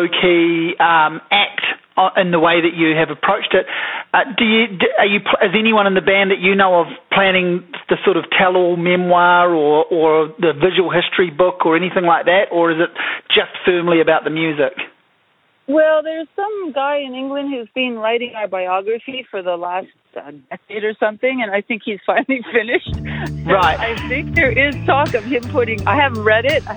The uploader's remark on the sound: A phone conversation